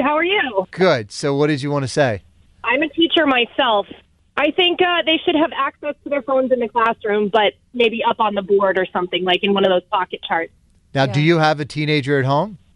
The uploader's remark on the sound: we took calls from teachers and parents